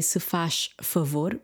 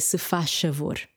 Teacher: We don't say se faz favor. We drop the second F, the F from favor. · Shown in: second take · We say se faz favor.